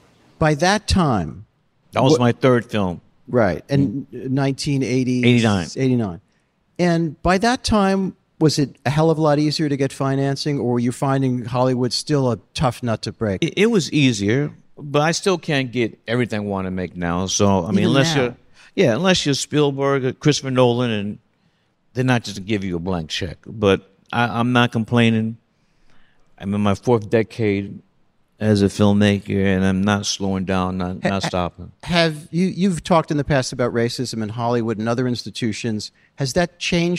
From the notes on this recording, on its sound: at the New Yorker Festival